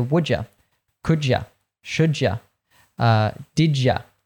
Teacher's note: Something else I thought would be worth pointing out here is that the you can say a full you, but oftentimes we even reduce you to ya. So in all of these cases, you could say a full you, but you could also reduce it to a ya.